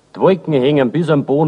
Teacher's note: Wo dem O ein L folgt, entsteht ein Zwischenlaut, der eine gewisse Ähnlichkeit mit einem Ö hat. Und mit diesem Laut zusammen schleift das L zu etwa einem J aus.